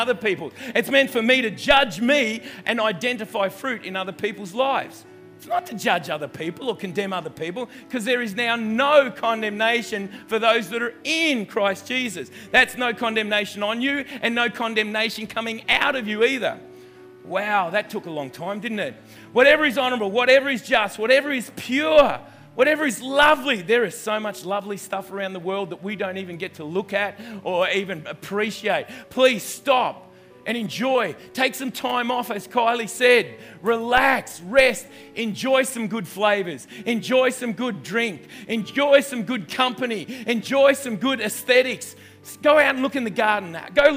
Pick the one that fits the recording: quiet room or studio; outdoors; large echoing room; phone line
large echoing room